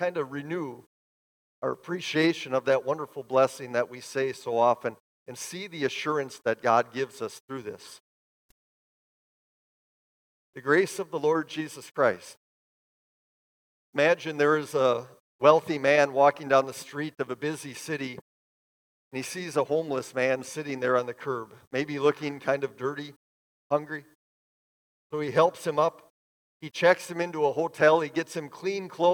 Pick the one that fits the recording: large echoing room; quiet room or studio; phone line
large echoing room